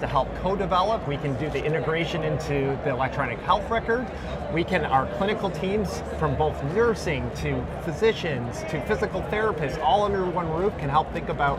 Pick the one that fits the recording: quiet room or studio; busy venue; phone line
busy venue